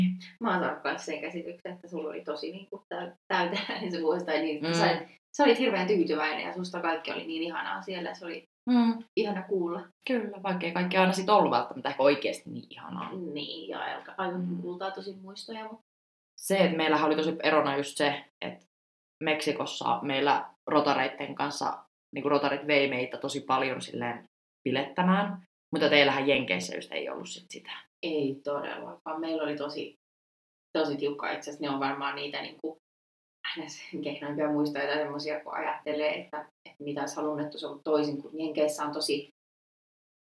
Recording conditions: poor sound quality